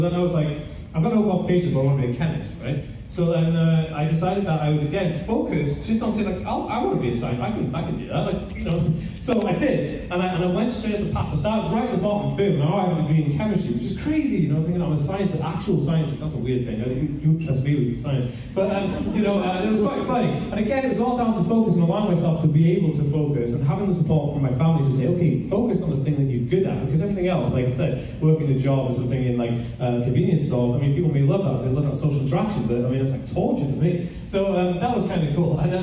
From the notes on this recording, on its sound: This was taken from a live talk I did for the Autism Directory in Wales.